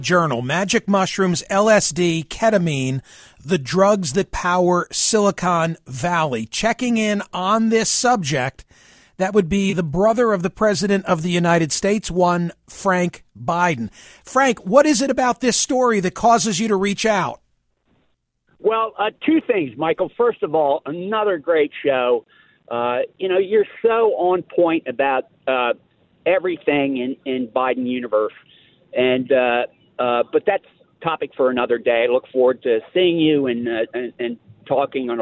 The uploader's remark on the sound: receives a surprise phone call